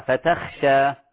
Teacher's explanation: مجاورة التاء للخاء، الخاء مفخمة فلا نفخم التاء